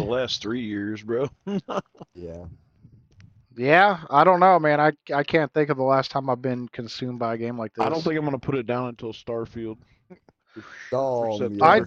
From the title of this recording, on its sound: I'm driving